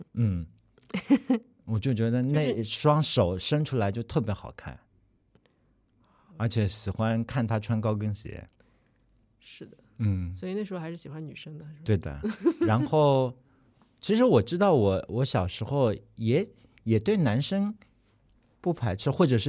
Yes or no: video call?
no